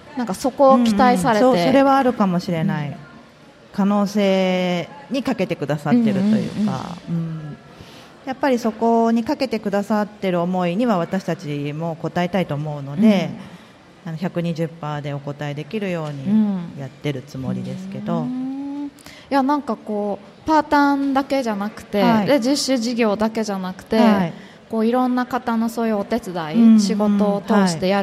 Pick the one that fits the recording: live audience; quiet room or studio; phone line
live audience